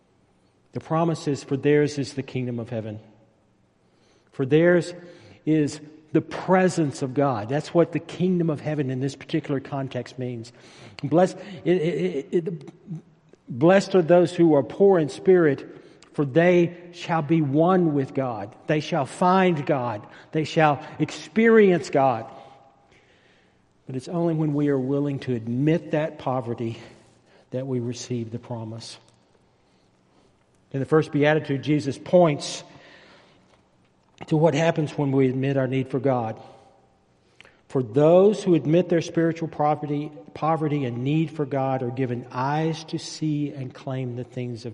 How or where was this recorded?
large echoing room